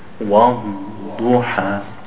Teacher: When you have a shadda, to pronounce the bod, you have to hold it in. وَالْضُحَى.